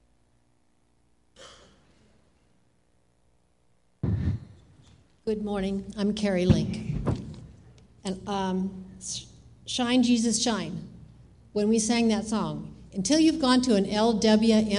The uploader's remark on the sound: Live Worship Service